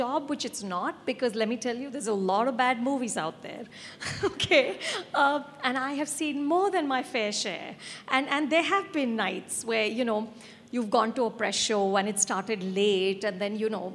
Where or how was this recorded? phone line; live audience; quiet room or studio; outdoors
live audience